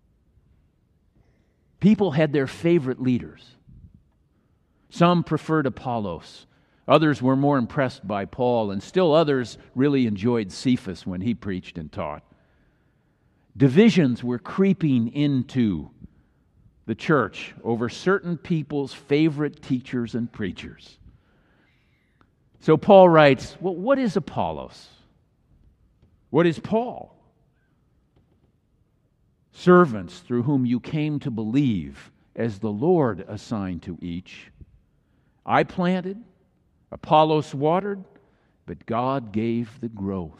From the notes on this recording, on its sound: Message was delivered during the Traditonal Worship service.